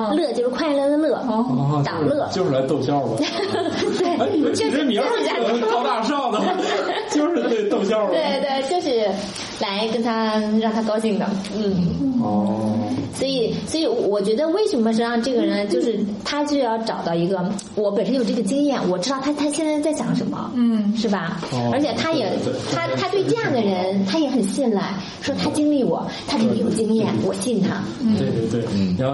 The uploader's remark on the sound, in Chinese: 本期节目在玉米实验室的办公区用录音笔录制，可能有街道上的杂音，请见谅。